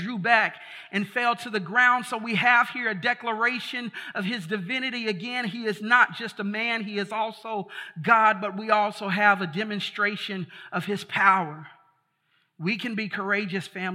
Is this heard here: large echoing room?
yes